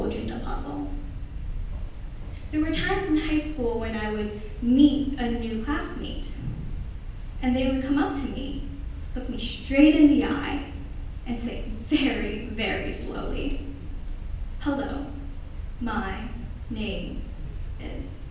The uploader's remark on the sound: Presented this talk at the Q Union Conference on November 8th, 2018. This event was a collaborative event between lots of campus ministries at W&M.